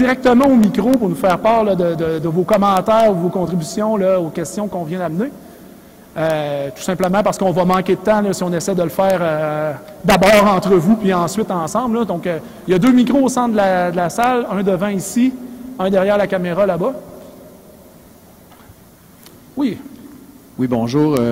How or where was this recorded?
live audience